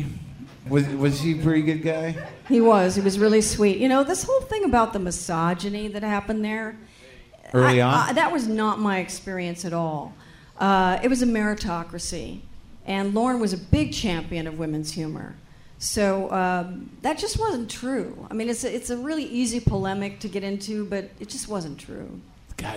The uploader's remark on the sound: Live From SF Sketchfest. It's a live WTF from Sketchfest in San Francisco!